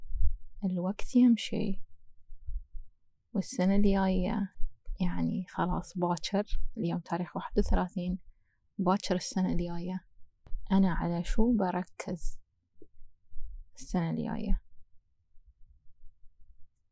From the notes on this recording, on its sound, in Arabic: أول شي أريد أتأسف منكم على جودة الصوت لأني كنت اسجل الحلقه ع البحر وصوت الهوا خرّب الدنيا شويتين. حاولت اصفّي الصوت بس مازال الأثر موجود.